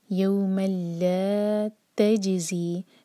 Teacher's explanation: تنوین کے بعد لام، ادغام بغیر غنہ کا